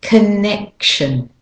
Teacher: So the O in connection is a schwa sound, and the main stress syllable is the neck syllable.